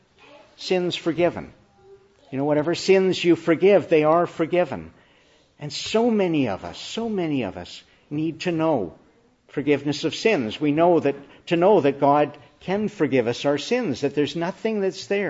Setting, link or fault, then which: setting, large echoing room